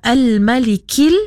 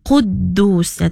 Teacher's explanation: yang pertama Al-Malikil nipis. Okey, kemudian Quddus bunyinya macam tebal sikitlah